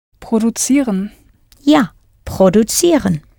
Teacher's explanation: the C will change to a ts sound and is in fact spelt with a Z